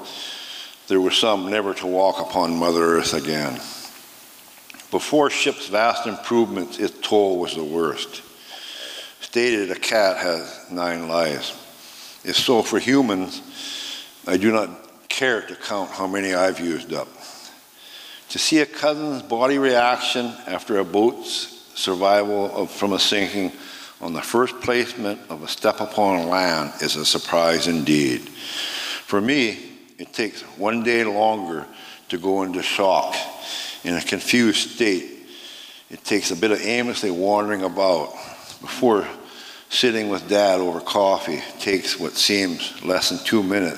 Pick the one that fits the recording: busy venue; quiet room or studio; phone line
busy venue